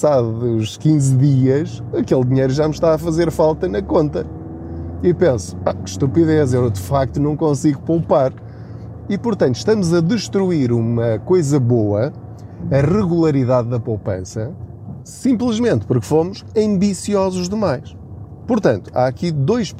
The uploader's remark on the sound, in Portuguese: Não ligue aos barulhos da viagem.